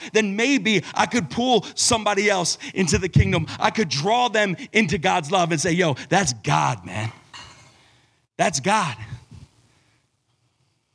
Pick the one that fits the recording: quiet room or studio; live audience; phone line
live audience